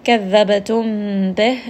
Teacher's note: Ba here is going to have a qalqala. It's going to have a little bit of bounce.